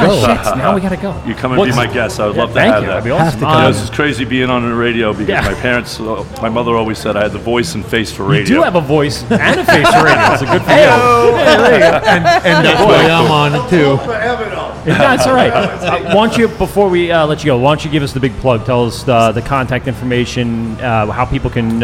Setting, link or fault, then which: setting, busy venue